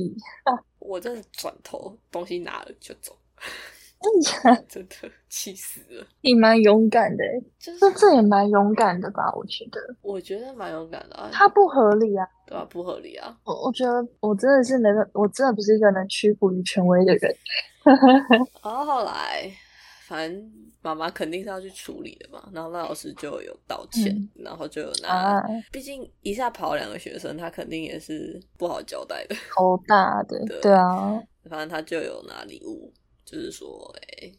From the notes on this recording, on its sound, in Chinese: 本集訊號較糟糕，敬請見諒